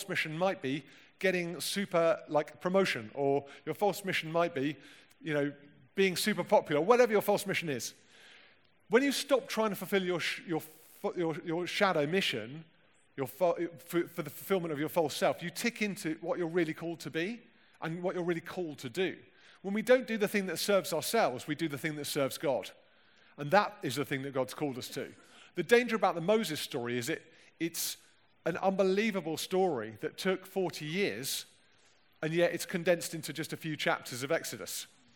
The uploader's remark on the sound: Recorded at the 2018 Newday Youth Worker's Weekend